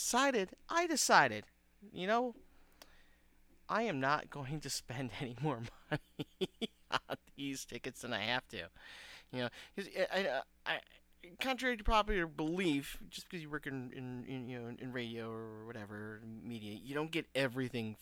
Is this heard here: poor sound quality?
no